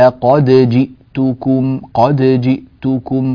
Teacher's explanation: فلا تدغم الدال في الجيم على رواية حفص